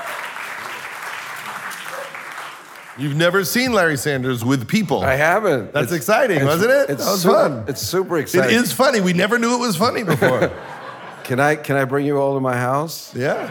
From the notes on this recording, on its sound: Sat down at a sold-out Murmrr Ballroom to share some heartfelt and hilarious stories, and to answer audience questions. Today’s show was recorded in Brooklyn. At Murmrr and Hook and Fade Studios.